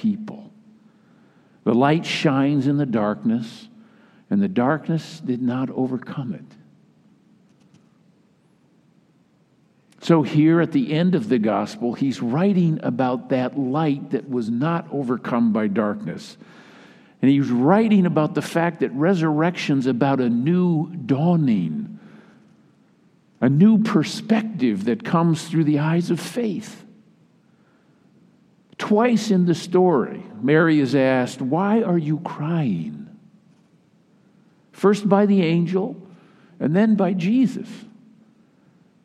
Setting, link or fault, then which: setting, large echoing room